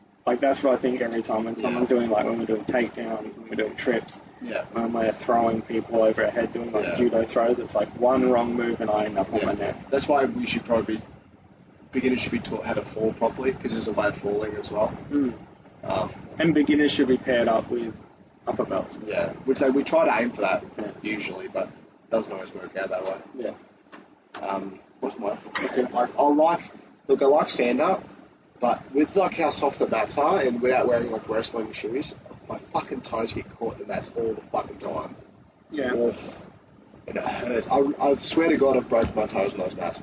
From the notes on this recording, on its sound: Sorry about the audio.